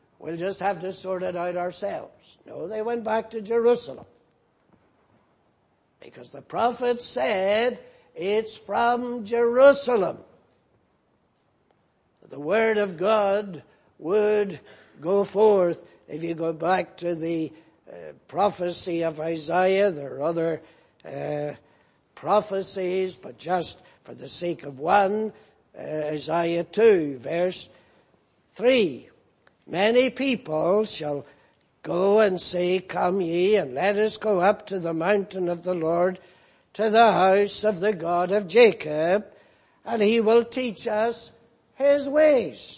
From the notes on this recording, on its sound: Preached in Grafton. At the Lord's Day Morning service on 29th July, 2018.